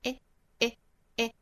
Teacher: 舌尖的位置靠近下齿龈发 a aa